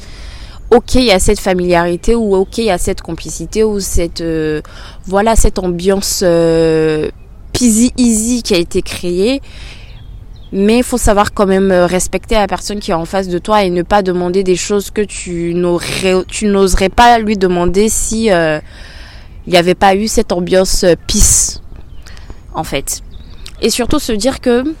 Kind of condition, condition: setting, outdoors